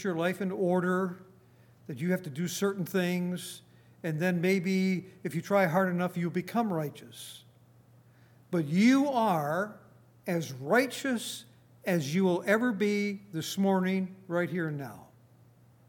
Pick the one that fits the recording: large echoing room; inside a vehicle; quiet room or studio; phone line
large echoing room